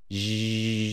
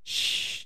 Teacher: ジーっていうふうに言うと、まあ、ご自身でね、喉に手を当てていただければわかるんですけど、声帯が震えてて、シーっていうふうに言うと声帯は震えていません · Term: 有声音無声音